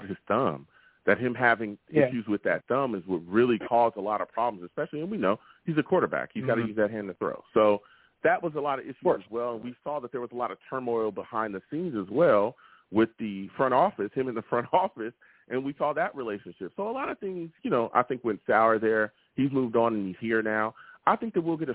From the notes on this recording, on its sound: I take live callers!